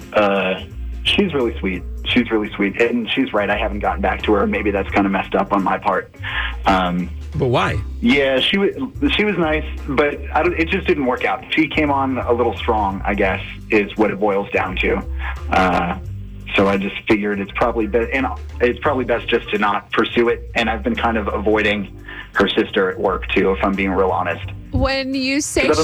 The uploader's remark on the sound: on the phone